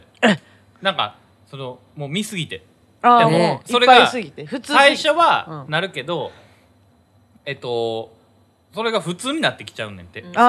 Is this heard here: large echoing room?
no